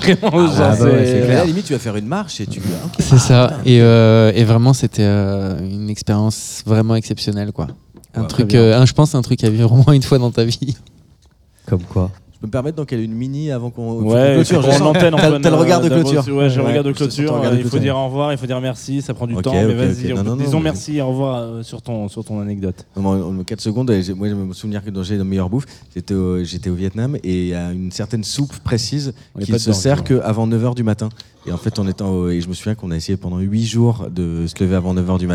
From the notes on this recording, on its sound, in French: Chaque année le NAME festival nous accueille d'une façon différente mais toujours avec classe. Nous sommes en direct du NAME à la Condition Publique pour 2h de live.